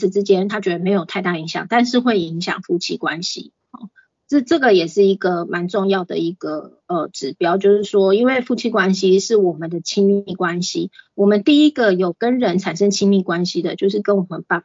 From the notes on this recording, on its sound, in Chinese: 講座錄音。此為線上課程錄音檔。